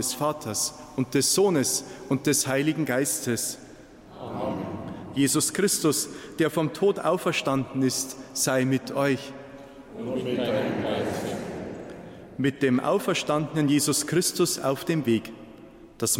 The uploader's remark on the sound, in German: Live-Gottesdienstübertragung aus der Stadtpfarrkirche Waldkirchen